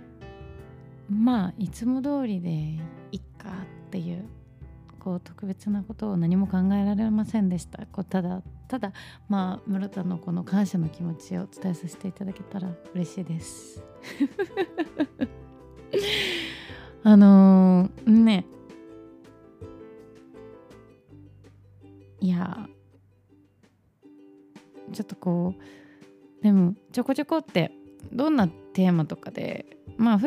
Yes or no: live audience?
no